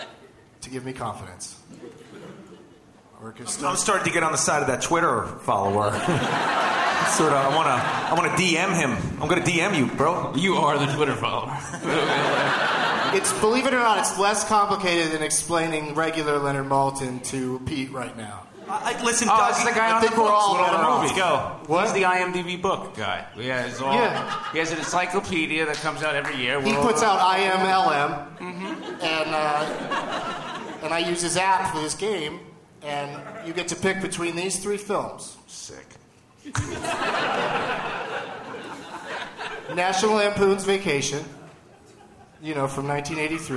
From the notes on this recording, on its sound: Live from the Gramercy Theatre in New York City